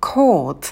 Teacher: На звуке «к» добавляем придыхание и также на звуке «т».